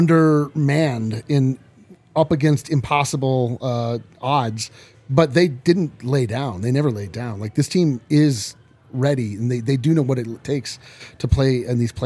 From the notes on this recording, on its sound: LIVE from the DNVR bar